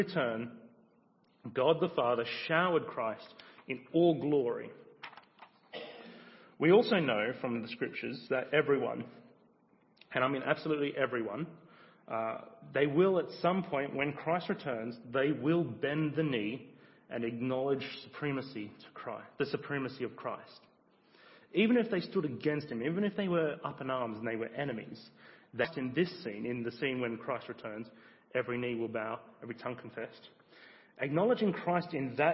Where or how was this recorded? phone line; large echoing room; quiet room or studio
large echoing room